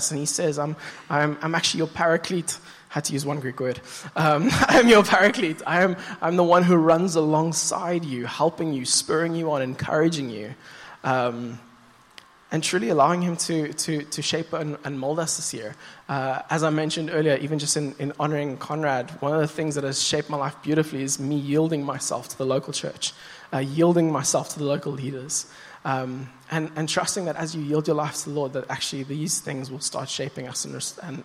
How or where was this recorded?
large echoing room